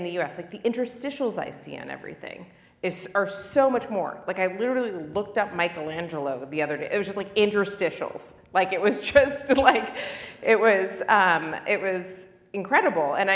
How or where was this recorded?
live audience